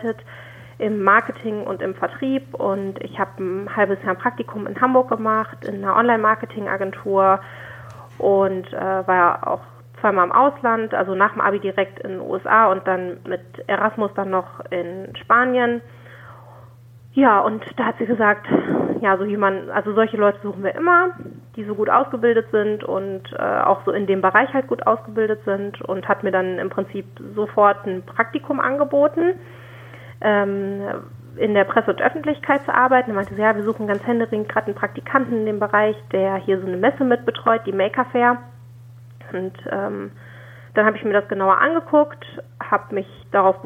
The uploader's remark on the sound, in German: Telefoninterview